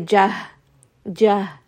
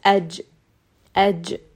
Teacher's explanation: for the letter jim, you're not going to have airflow. · Shown in: second take · You're not going to say jah, jah. · Term: jahr